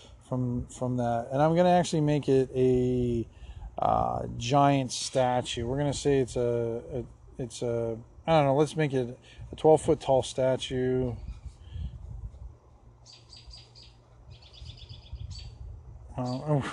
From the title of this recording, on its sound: on the Back Deck